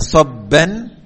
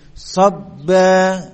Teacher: Mad sebagai pengganti dari tanwin. Aslinya sobban, ya, karena kita wakaf maka diganti dengan mad. Sobba, dua harokat. Namun kalau kita ingin menyambung dengan ayat yang berikutnya, maka diterapkan hukum tajwidnya, yaitu dengan ikhfa. · Term: mad iwad anit tanwin